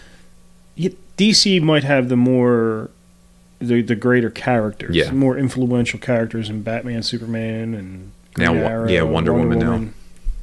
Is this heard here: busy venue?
no